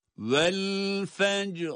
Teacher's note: Araya boşluk girmeden cim harfi biter bitmez ra'yı okuyacağız.